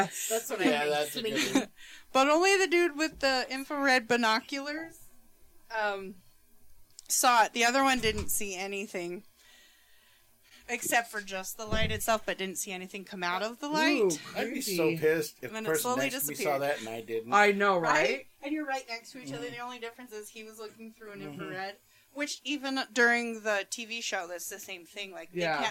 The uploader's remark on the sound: Do forgive us for the wonky sound